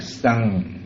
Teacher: N có dấu chấm và chữ K đi trước hai phụ âm. Thì chữ A này chúng ta phải đọc kéo dài, gọi là sân, kéo dài. · Term: trường âm ngắn